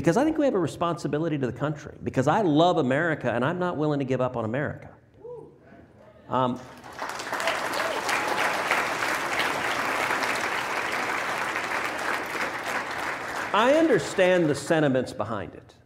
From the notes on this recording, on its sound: LIVE from Miami at YAF’s Freedom Conference. Audience members from across the country ask their questions in a special live mailbag segment.